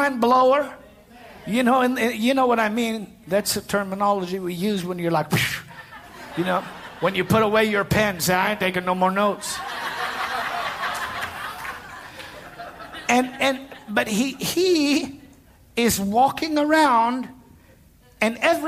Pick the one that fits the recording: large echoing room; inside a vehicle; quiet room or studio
large echoing room